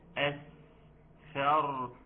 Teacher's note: ترقيق الهمزة، اوعى تقول أصفر، أصفر هتفخم الهمزة وتفخم الصاد وتبقى مش السين وتبقى مشكلة، ولكن احنا عاوزينها أثر، ترقيق الهمزة، نعم، ترقيق السين وتحقيق الهمز، أس أس، والرخاوة أس، والصفير أس، ما شاء الله لا قوة إلا بالله.